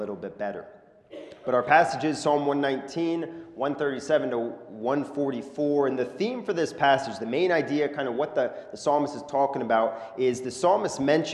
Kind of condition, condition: setting, large echoing room